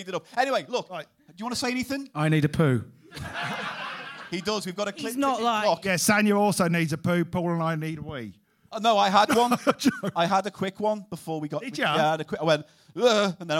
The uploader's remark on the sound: a live show recorded as part of the Cheerful Earful Podcast Festival on November 4th at the Streatham Space Project, South London